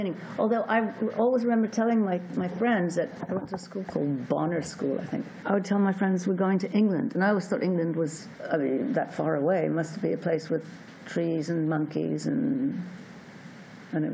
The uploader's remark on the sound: at the Panama Film Festival